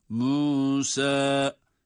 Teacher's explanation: birer elif med ile uzatarak okuyoruz.